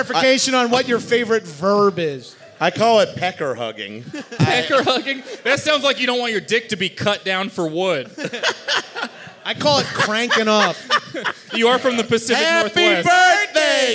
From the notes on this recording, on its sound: At Bonnaroo LIVE. To get drunk in front of the livest, sweatiest, and loudest comedy tent at Bonnaroo.